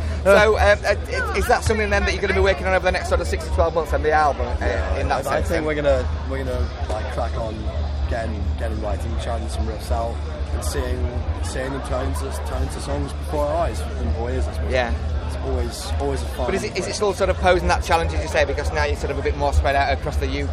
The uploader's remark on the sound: at this years Bloodstock Festival after their superb set on the Sophie Stage